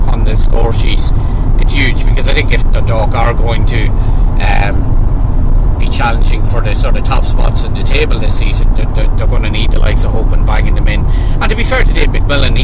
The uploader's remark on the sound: Recorded on the road home from Cork.